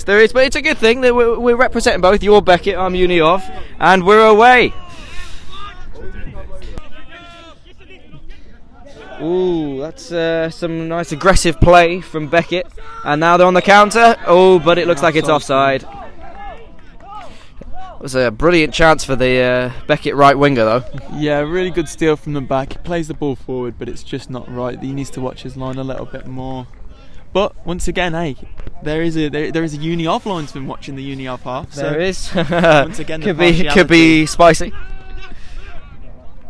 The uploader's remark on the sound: The LSR team go LIVE from Boddington Football Hub